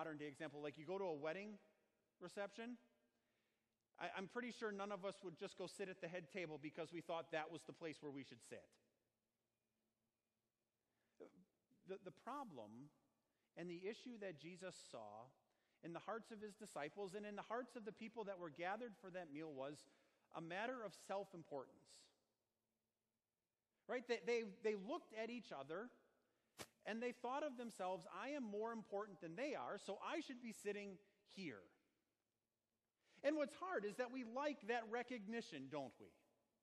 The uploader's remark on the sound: Sermon preached at Our Savior Lutheran Church in Birmingham, AL, on Sunday, September 1, 2019.